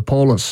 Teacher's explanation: it shows that stress on the first syllable, which is more usual of English words